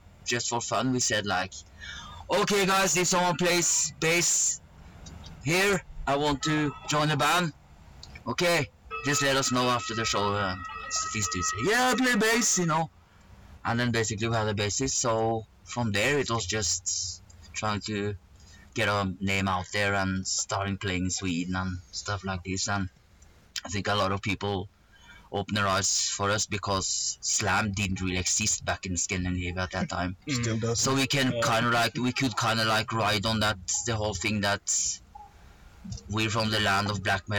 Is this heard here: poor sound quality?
yes